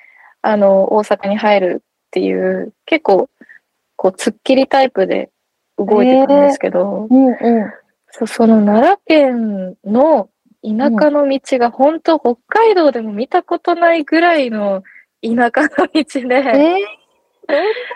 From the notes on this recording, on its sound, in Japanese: 今回は久々のリモート収録